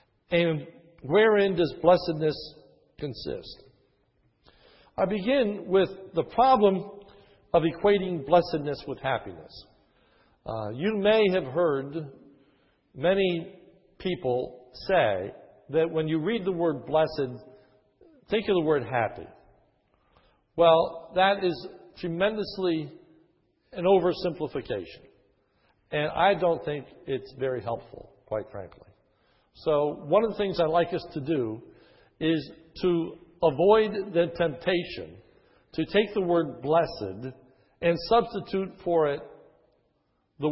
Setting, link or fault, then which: setting, large echoing room